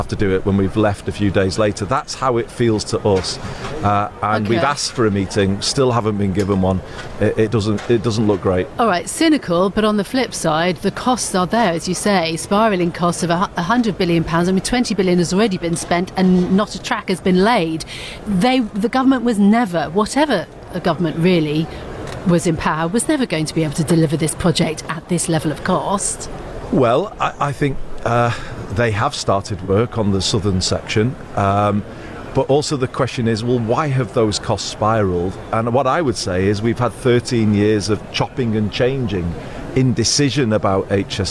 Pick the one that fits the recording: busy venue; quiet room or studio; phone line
busy venue